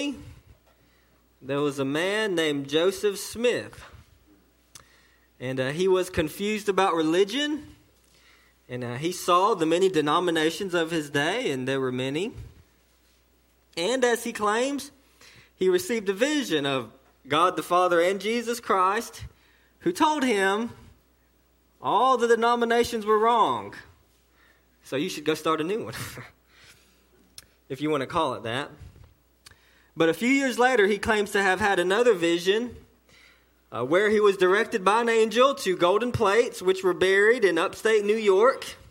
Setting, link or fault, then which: setting, large echoing room